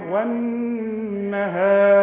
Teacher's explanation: وفخمنا الراء مع العلم منها مكسورة لكن قبلها مفتوح فتفخم انت عند الوصل